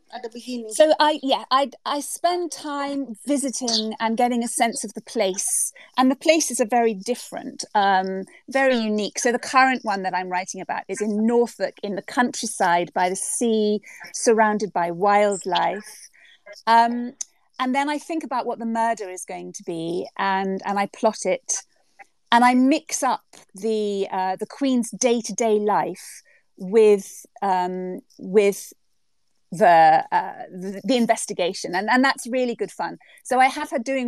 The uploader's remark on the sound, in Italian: Live su Twitter Spaces